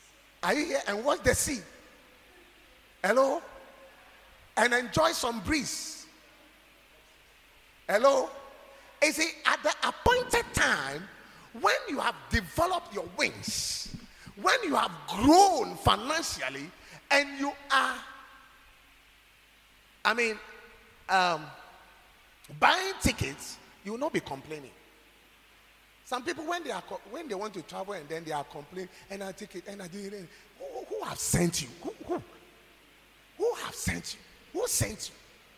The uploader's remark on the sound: preached at God's Haven Ministries, The Purpose Assembly on Sunday 16th July, 2023.